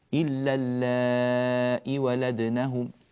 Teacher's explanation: يقرأها بهمزة مكسورة ولا ياء بعدها، الياء مكتوبة ولكنها لا تنطق، إلا اللائي ولدنه، إلا اللائي، إذا وقف إلا اللائي، وإذا وصل إلا اللائي ولدنه، هكذا في الوصل والوقف.